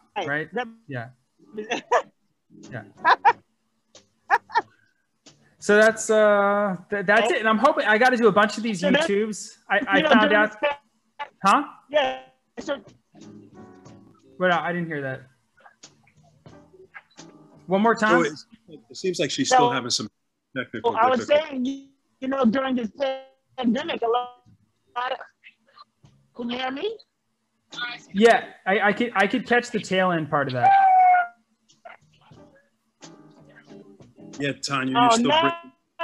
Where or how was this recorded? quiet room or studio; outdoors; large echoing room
outdoors